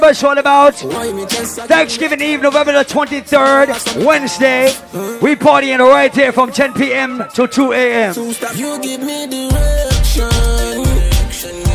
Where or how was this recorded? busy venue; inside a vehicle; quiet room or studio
busy venue